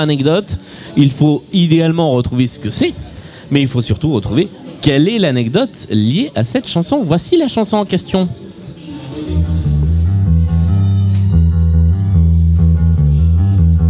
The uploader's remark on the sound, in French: (depuis Lille). Enregistrée en public à Lille, au sein du food court Grand Scène.